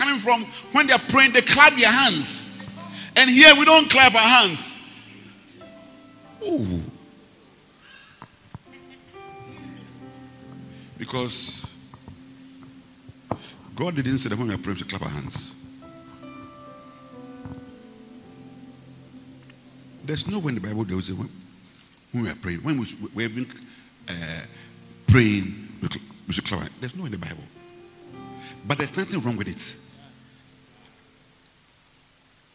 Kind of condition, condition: setting, large echoing room